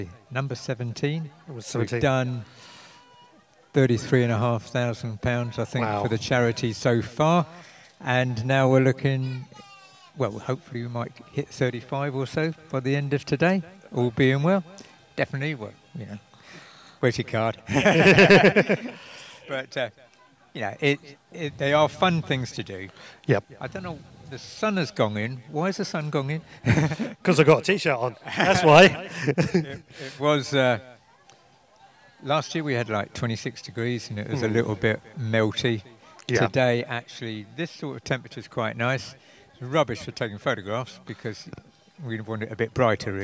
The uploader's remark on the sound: Recorded live from the maze garden